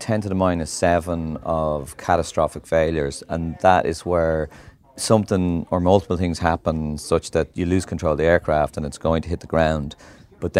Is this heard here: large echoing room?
no